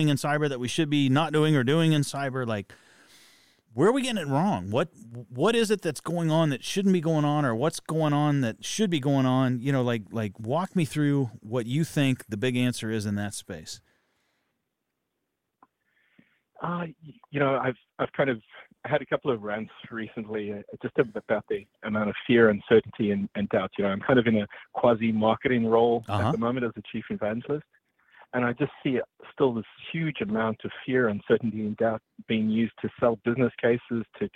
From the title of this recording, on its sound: Call-In Special